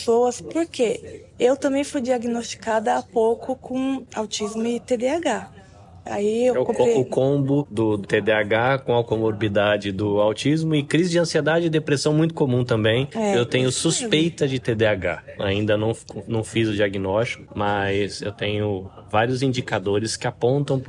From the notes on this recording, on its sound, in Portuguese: As entrevistas foram gravadas no dia 16 de Junho no Create Hamamatsu durante exposição organizada pelo grupo.